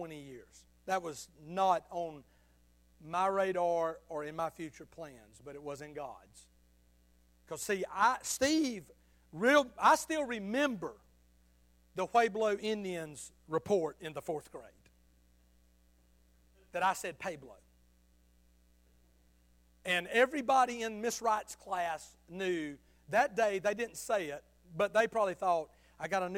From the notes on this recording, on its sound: Sunday Morning sermon. At Liberty Baptist Church in Tifton, GA.